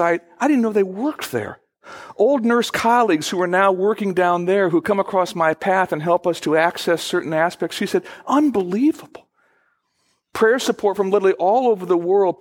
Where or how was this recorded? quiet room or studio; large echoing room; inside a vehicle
large echoing room